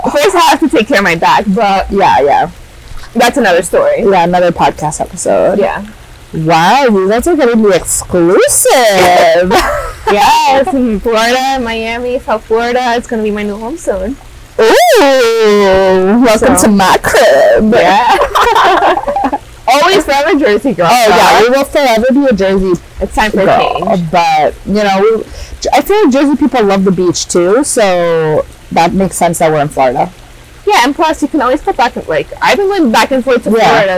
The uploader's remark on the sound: FOREWARNING: this episode audio is not sure what happened — sorry in advance… hehe